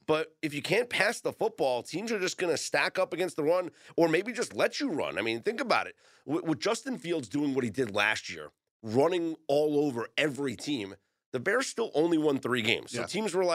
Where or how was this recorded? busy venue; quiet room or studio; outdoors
quiet room or studio